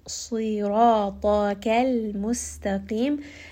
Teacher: Saad is going to be heavy, ra is going to be heavy, ta is going to be heavy. Ra here, this is going to be a two count med, and this med is heavy as well because of the ra.